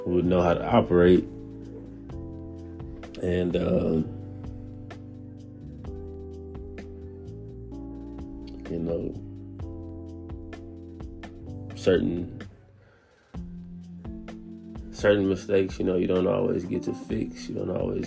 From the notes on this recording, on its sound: At 3:18 am Taiwan Time right off on the anchor app on the phone I recorded this episode purely from the heart.